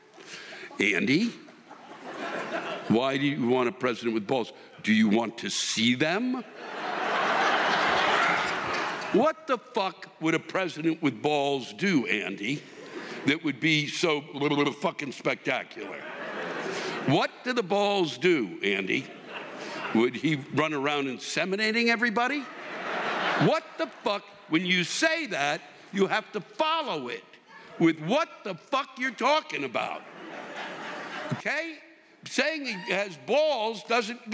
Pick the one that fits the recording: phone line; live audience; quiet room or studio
live audience